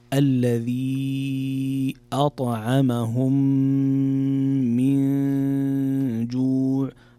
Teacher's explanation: من جوع هنا حكم إخفاء، نون ساكنة جاء بعدها حرف الجيم والجيم من حروف الإخفاء